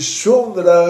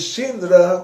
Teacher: Pronúncia dos judeus da Hungria, o U vira I. · Shown in: second take